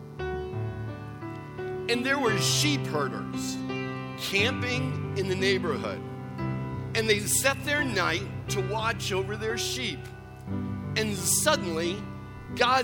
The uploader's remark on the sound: Recorded December 17, 2017 at Central: A Christ-Centered Church, Ewing, NJ.